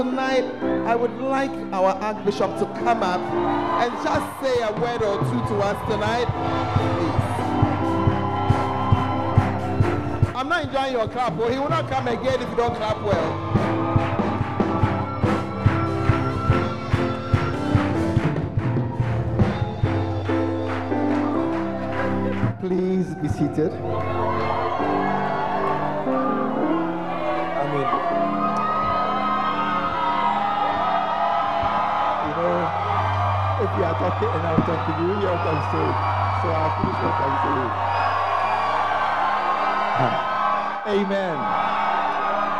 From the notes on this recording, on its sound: on day one at The Celebration Convention, Fountain of Life Cathedral.